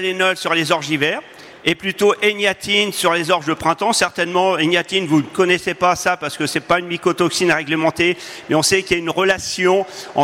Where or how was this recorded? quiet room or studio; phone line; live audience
live audience